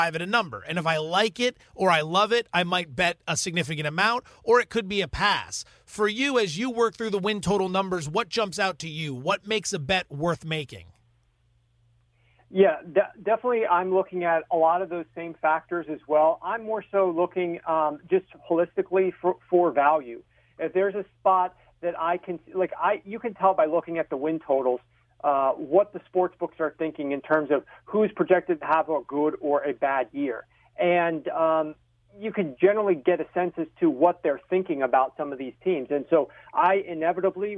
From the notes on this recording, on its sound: phone call